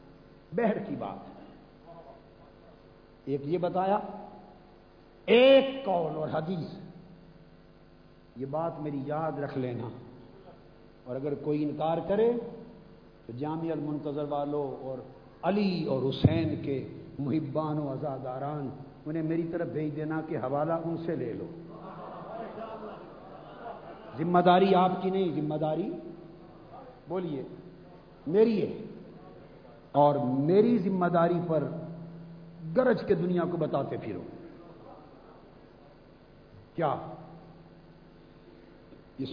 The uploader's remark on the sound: Speech delivered in historical Shahadat-e-Imam Hussain Conference (Jamiat-ul-Muntazar)